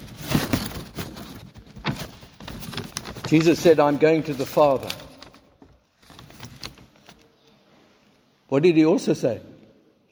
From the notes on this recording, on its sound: Recorded at the 9:30am service on Sunday 19th March 2023